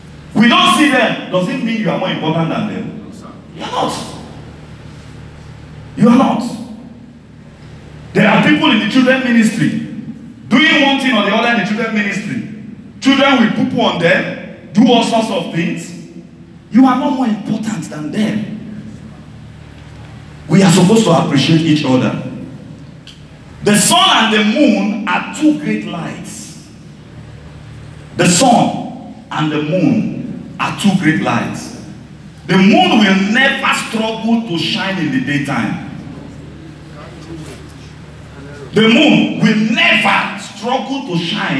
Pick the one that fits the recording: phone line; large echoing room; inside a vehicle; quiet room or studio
large echoing room